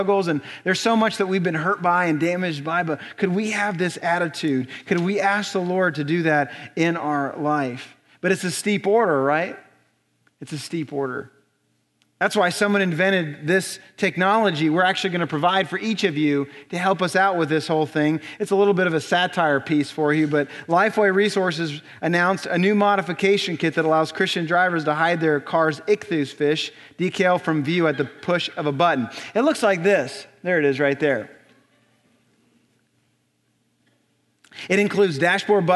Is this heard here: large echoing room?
yes